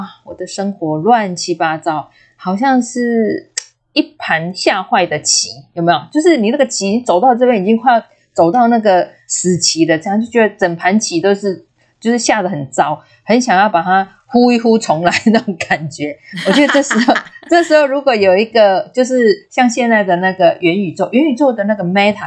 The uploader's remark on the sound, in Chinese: 錄製時有雜音請見諒